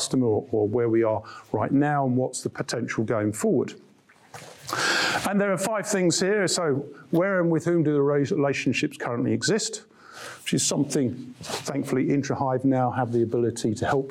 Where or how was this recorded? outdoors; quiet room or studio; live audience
live audience